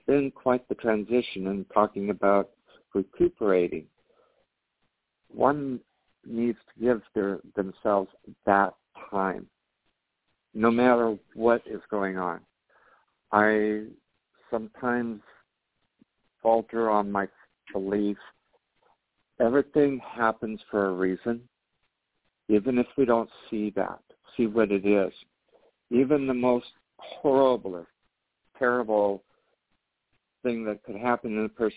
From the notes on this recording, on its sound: Special Call In, Share, and Talk. You are welcome to call in say HI, share your inspirations, dreams, and challenges for the new year.